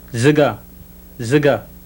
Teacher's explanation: And now a voiced alveolar fricative